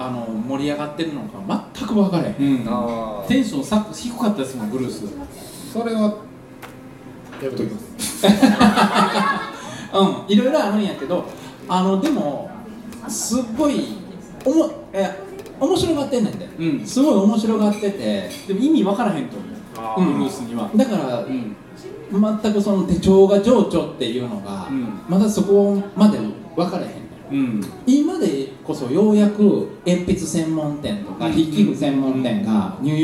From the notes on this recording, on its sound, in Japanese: 手帳事典2018出版記念 公開録音｣の模様をお届けします。